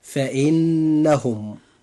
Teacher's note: وفي هذه الحلقة إخوة الإسلام قرأنا معا الآية 6، وجاء قوله تعالى: إلا على أزواجهم أو ما ملكت أيمانهم فإنهم غير ملومين. نجد النون في كلمة فإنهم، هذه النون مشددة، وهذه النون يجب إظهار غنها بمقدار حركتين، فننطقها هكذا: فإنهم.